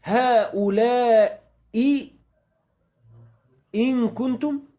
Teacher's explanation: قال في التيسير: في الهمزتين من كلمتين اعلم أنهما إذا اتفقتا بالكسر نحو هؤلاء إن كنتم من النساء إلا وشبه هذا يعني، فقنبل وورش يجعلان الثانية كالياء الساكنة · Term: التسهيل